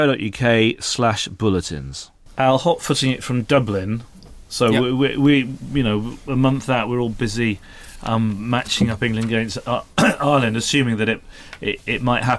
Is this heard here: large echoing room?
no